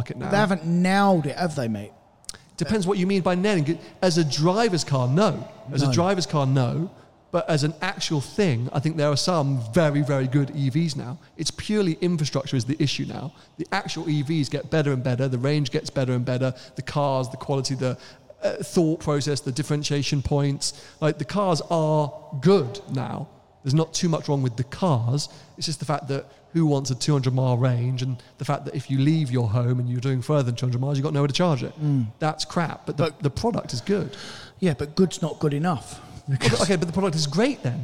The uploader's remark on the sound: Audience Q&A